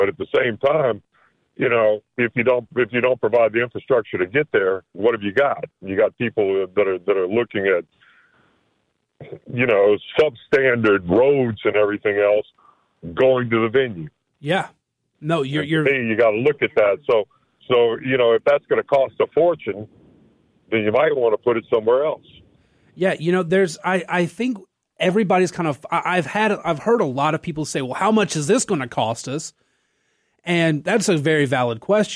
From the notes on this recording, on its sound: A lot of listeners have opinions and decide to call in.